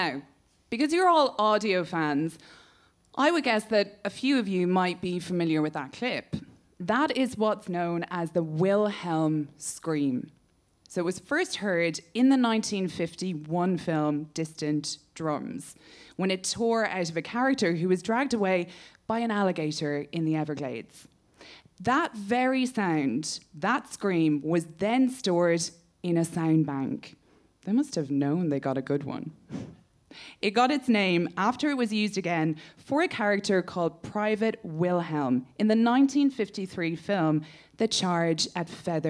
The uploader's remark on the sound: It was recorded in front of a live audience at the London Podcast Festival.